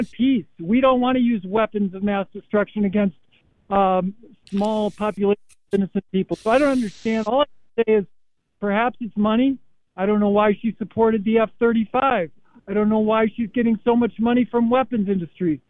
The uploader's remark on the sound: Opens the phone lines and welcomes the YOU, the listener, to be the guest. We hear from protestors outside of Tammy Baldwin's office.